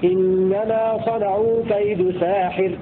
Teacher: بفتح السين ممدودة بألف بعدها وكسر الحاء: إنما صنعوا كيد ساحر، على وزن فاعل.